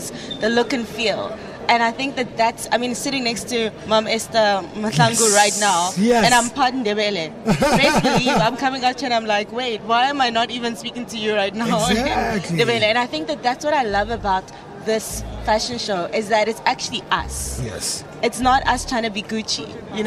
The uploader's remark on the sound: live from AFI Fashion Week at the CTICC